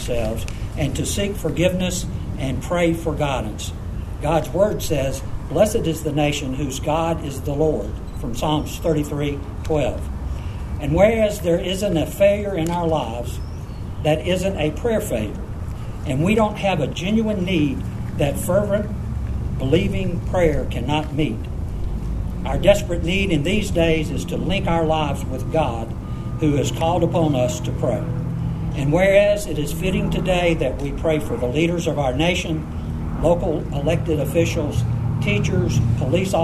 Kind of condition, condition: setting, busy venue